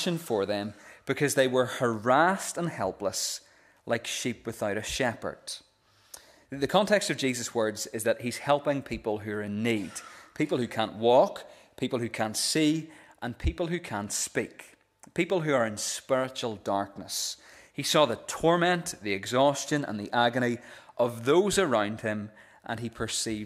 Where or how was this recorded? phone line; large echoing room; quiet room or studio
large echoing room